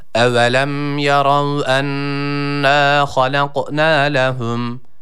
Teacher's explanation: uzatırken de a sesini vermiyoruz burada. E-a arası bir ses veriyoruz. Bir elif miktarı.